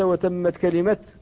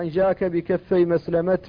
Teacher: وهي الوقف على تاء التأنيث اللاحقة بالاسم بالتاء